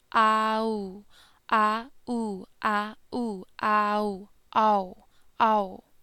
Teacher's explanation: So it's a quick diphthong between the A and the U to make a O sound.